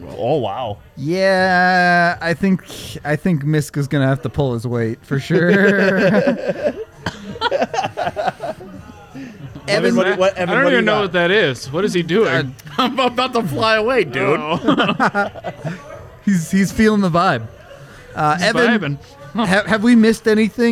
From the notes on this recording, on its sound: LIVE from the DNVR Bar